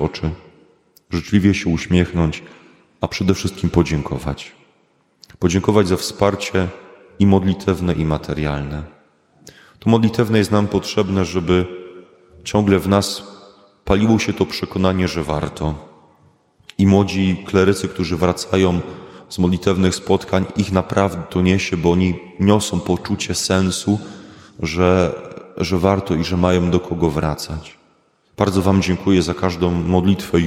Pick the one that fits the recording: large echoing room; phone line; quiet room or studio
large echoing room